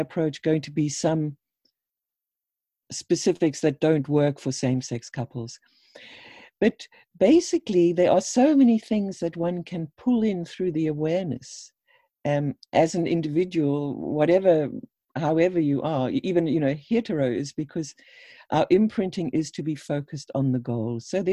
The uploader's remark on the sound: This episode is a recording of a webinar